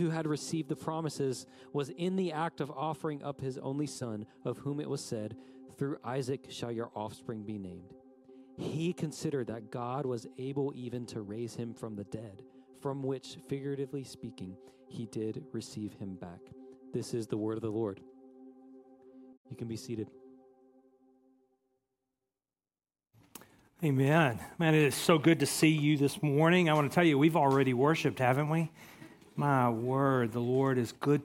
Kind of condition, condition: setting, large echoing room